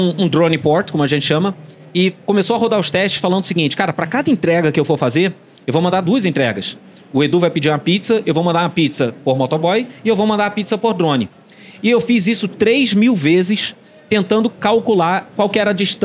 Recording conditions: busy venue